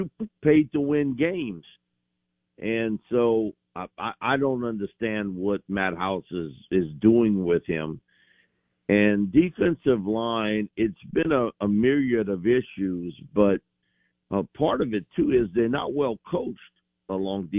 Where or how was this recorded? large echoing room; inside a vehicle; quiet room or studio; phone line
phone line